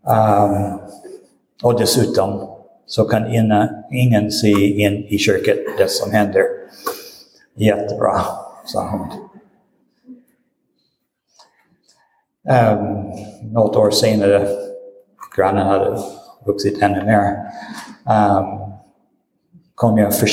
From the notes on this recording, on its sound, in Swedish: Inspelad i Roseniuskyrkan den 19 februari 2023.